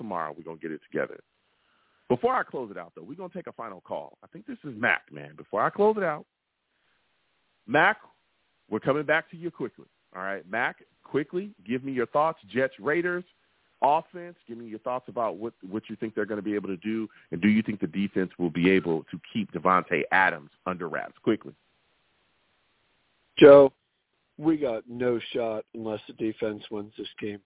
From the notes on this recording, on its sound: I take live callers!